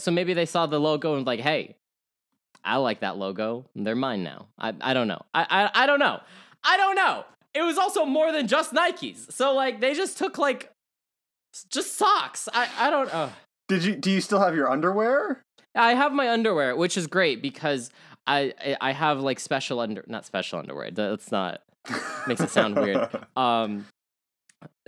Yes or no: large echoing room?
no